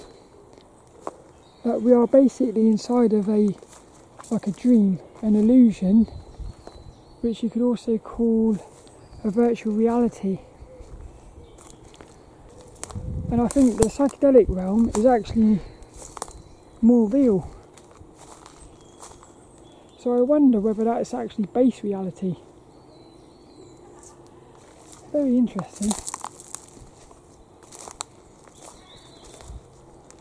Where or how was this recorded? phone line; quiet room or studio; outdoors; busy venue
outdoors